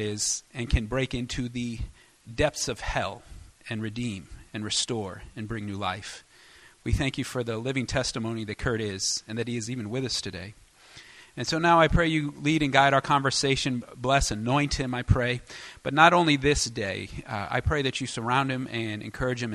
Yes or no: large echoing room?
yes